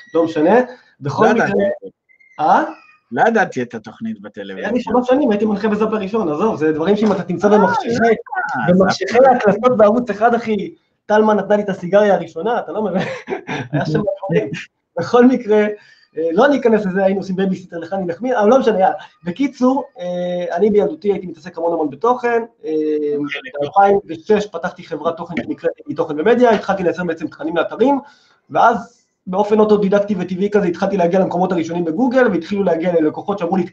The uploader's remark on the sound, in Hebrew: הקלטה מתוך וובינר שהועבר בקבוצת מקצועני פרסום בדיגיטל